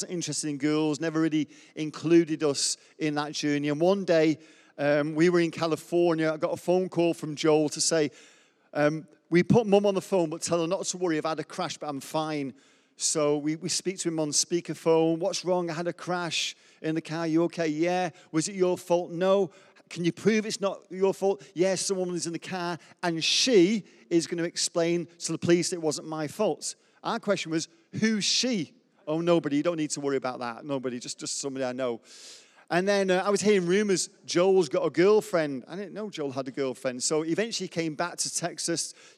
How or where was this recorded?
large echoing room